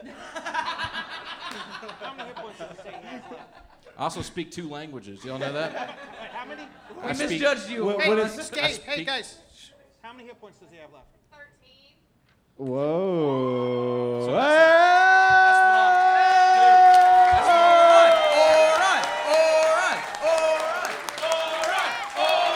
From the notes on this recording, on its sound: Live Show at Zanies Nashville. Recorded live at Zanies Comedy Club in Nashville, Tennessee. Live on stage.